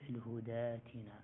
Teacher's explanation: وكذلك الهداتنا، ليس المقروء فيها ألف الهدى، ولو كان هو المقروء لكان فيه التقليل لورش، إن الهدى فيها التقليل لورش، لكن المقروء فيها ألف مبدل بمدا مجانسا لحركة الدال اللي هي الفتح